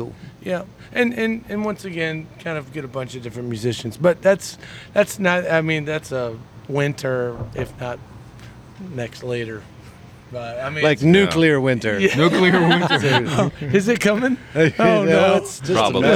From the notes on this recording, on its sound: Recording outside is hard. Tonight we were reminded why recording outside might not have been the best option for a podcast! Large groups, barking dogs, car horns, car alarms, screaming children, church bells and maybe a murder. Tonight we heard it all.